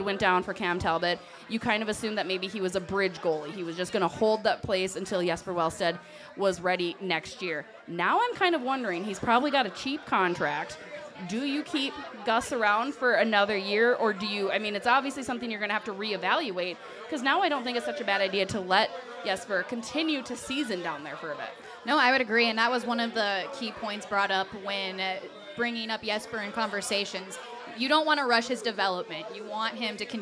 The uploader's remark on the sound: Live from Cozzie’s in Stillwater